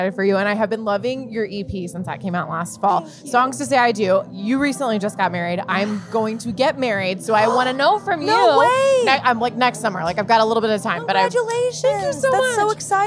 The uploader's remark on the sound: at Tortuga Music Festival